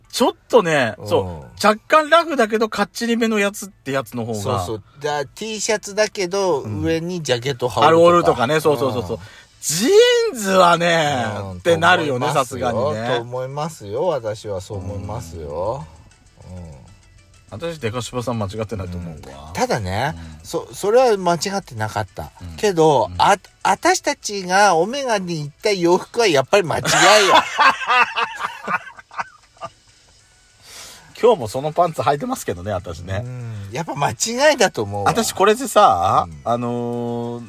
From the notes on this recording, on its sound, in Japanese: 2人組。パーキング収録。